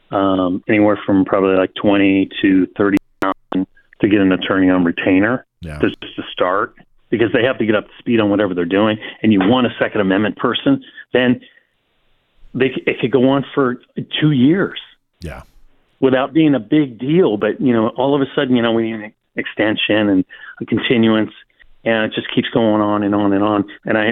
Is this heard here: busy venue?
no